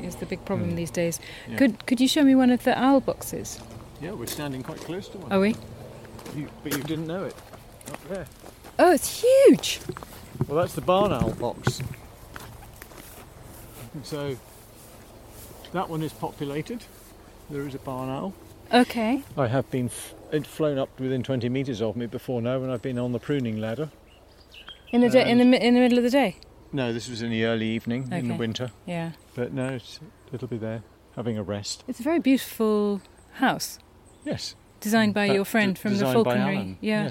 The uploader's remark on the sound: A summer's day in a Somerset cider orchard. Head to the sleepy hamlet of Shepton Montague in Somerset.